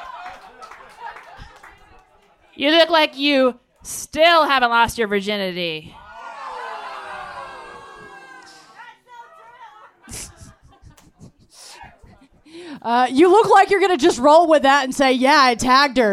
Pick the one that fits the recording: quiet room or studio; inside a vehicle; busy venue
busy venue